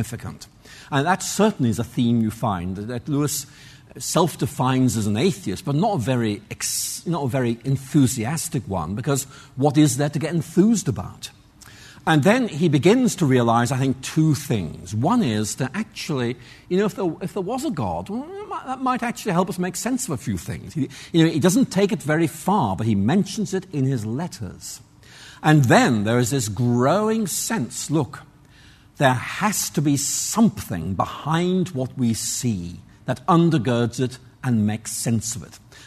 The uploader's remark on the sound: Answers audience questions following his lecture.